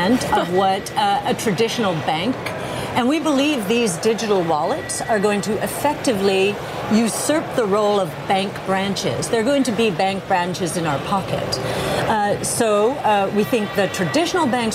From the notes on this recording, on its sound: Live from the New York Stock Exchange.